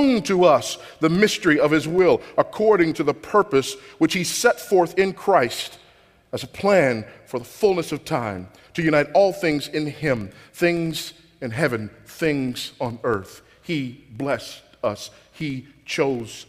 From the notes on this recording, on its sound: This sermon was recorded at Grace Community Church at Shepherd's Conference 2012.